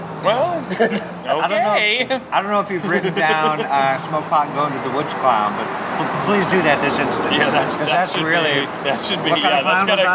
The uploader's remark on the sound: At The Larchmont Tavern. At Larchmont Tavern.